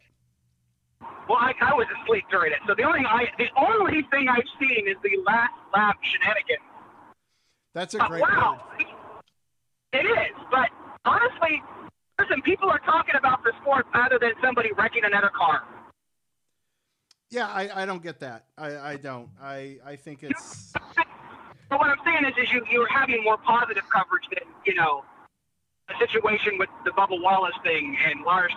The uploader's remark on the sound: Call into the show!